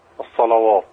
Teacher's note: لما تيجي لام مفتوحة قبلها صاد مفتوحة ورش يعمل ايه؟ بدنا نفخم اللام